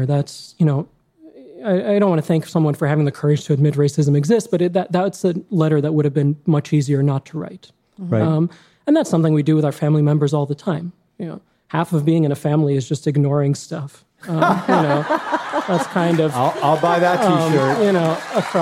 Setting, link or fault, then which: setting, live audience